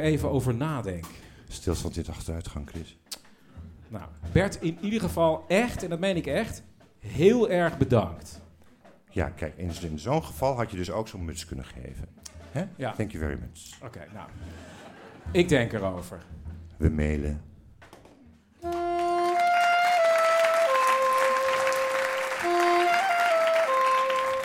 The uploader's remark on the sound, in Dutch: Opgenomen in het BIM HUIS in Amsterdam.